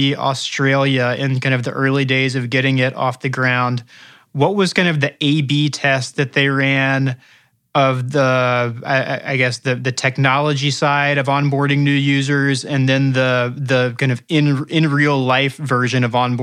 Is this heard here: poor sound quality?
no